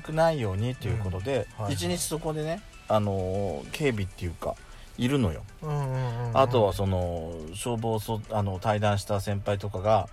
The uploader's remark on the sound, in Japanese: パーキング収録